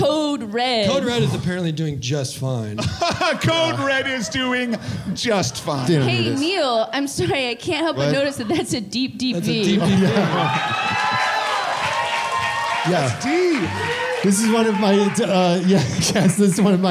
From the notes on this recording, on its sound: The following was a live performance from everyone's favorite four lead singer Emo band at the Elysian theater on March 25 2022 in Los Angeles.